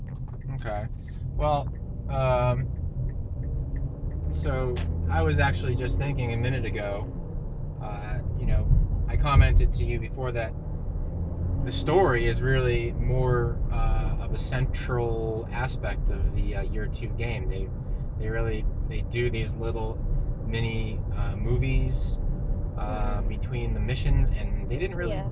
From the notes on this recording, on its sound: Again In The Car.